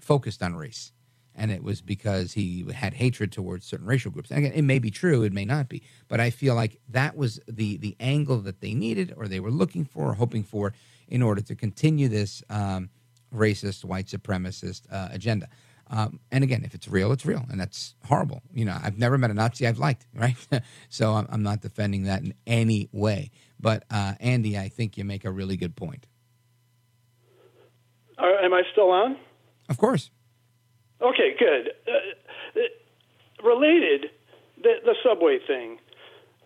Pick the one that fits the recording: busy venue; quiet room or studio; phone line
phone line